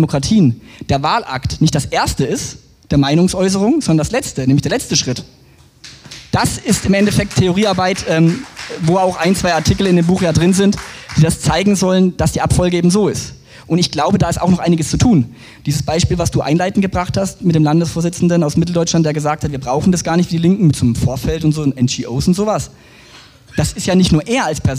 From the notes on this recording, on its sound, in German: Buchpräsentation. Auf dem IfS-Sommerfest 2023.